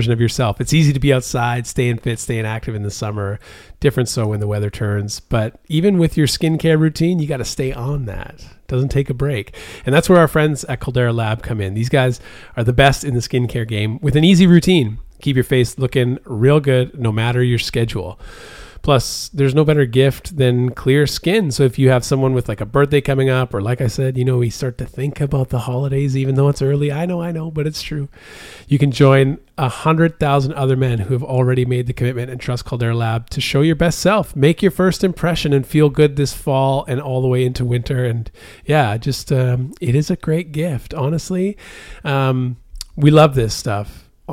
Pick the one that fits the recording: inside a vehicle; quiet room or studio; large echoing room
quiet room or studio